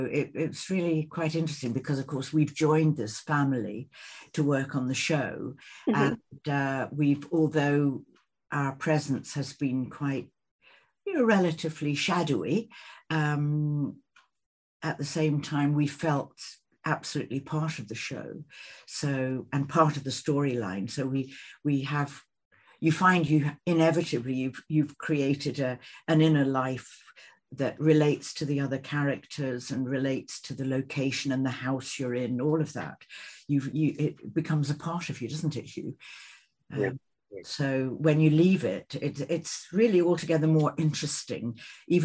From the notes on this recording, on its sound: Over Zoom for an exclusive interview.